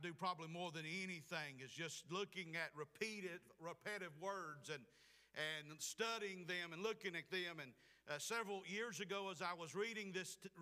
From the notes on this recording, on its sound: Preached at Clifton Baptist Church, Forest Ms.